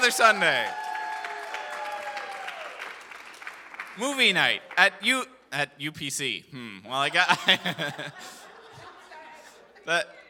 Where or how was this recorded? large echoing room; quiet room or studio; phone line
large echoing room